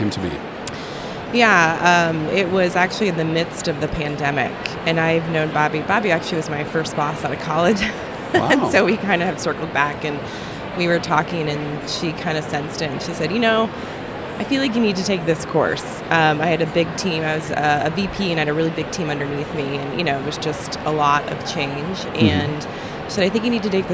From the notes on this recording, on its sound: Live from #IMEXAmerica.